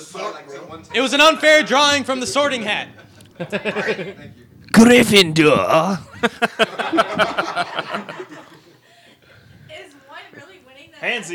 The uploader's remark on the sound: Then for a grand finale we have our live studio audience participate in What's In My Mouth!